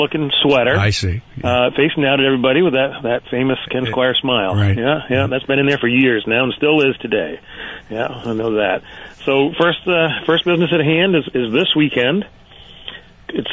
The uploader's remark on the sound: They play some great tunes and talk to a couple of community members over the phone.